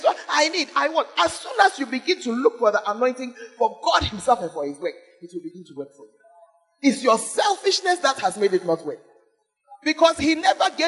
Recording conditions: large echoing room